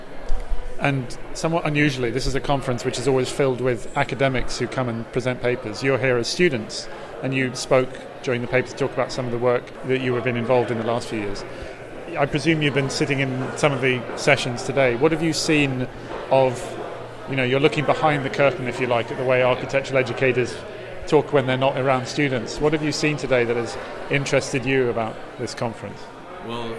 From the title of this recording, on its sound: live from day one of NCBDS 32